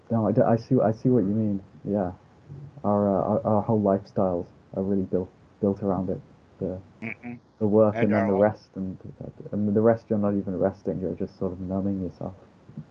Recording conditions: video call